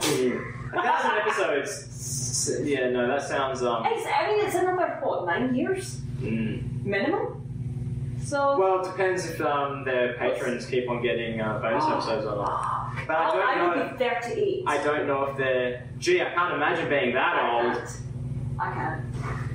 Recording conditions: phone or laptop microphone